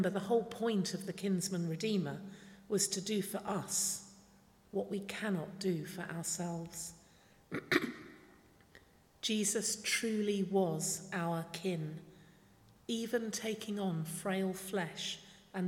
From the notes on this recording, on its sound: Speaking at the 11 o'clock service.